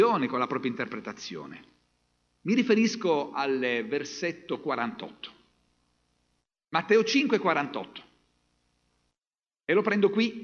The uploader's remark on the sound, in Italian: Registrazioni dal vivo dalle comunità avventiste in Italia.